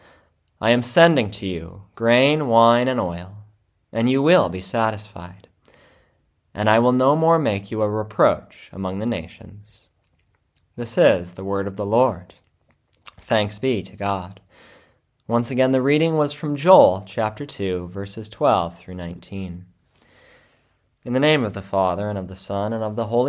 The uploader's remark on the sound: February 14, 2024 Church Service – Ash Wednesday